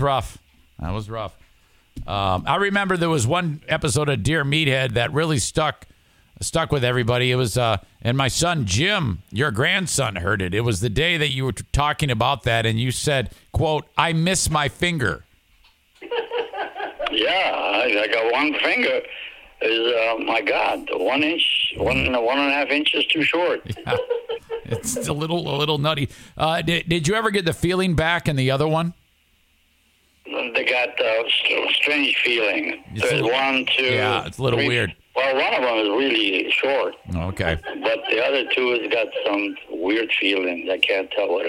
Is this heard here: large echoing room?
no